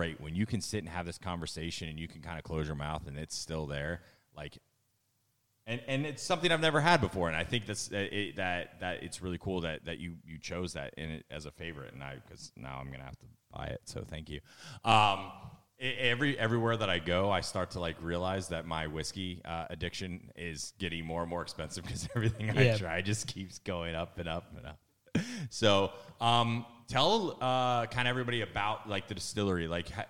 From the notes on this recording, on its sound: on location in Aberfeldy, Scotland at the Dewar's Aberfeldy Distillery